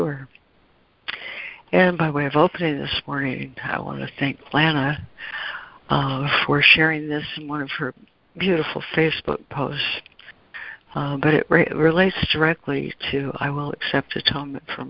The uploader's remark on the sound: ACIM Daily Conference Call.